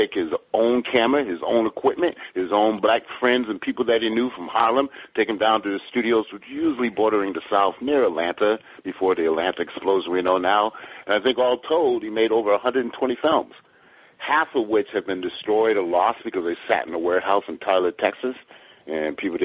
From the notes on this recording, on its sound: sits in on a phone conversation